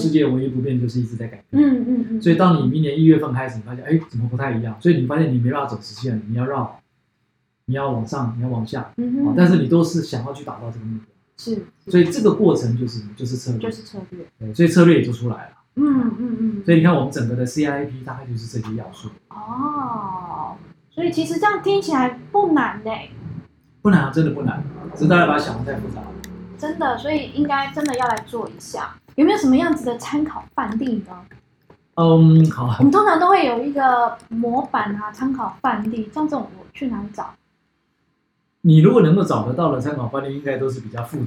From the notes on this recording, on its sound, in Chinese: 這集錄音沒有設定好,但是有太多的精華又捨不得刪除,音質不太好,請大家見諒